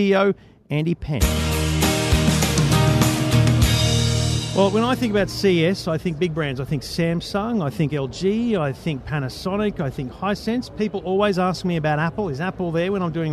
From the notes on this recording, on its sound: In the first of two special episodes live from CES. We head over to Netgear's showcase.